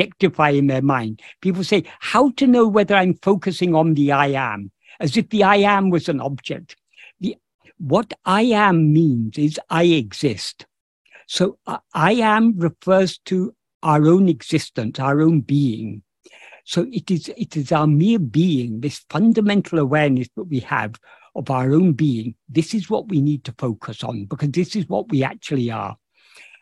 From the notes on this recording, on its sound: In a Zoom meeting with the San Diego Ramana Satsang